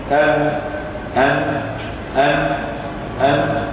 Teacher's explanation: الصوت لم يجري ولم ينحدر هو متوسط أن أن أن أن لم ينحدر.